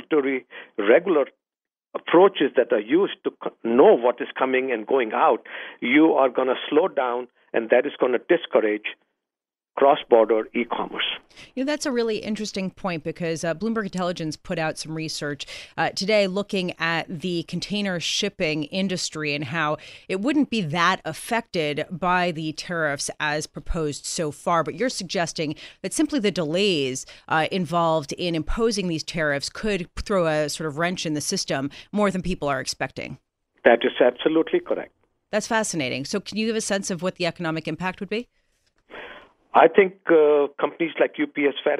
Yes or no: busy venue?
no